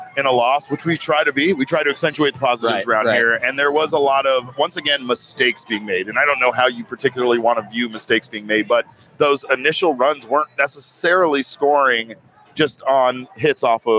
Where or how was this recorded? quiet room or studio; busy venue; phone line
busy venue